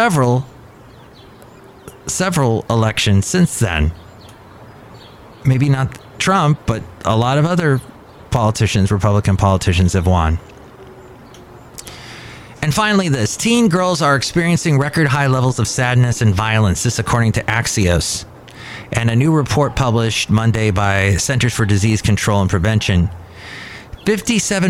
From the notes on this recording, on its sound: podcasts live from Cafe Anyway